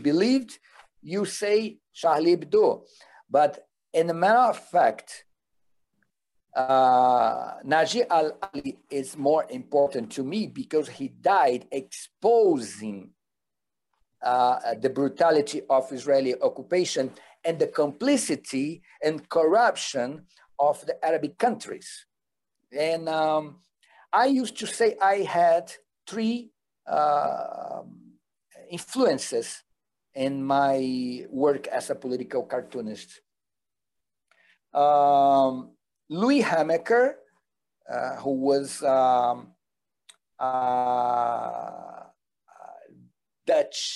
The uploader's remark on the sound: This event was held via Zoom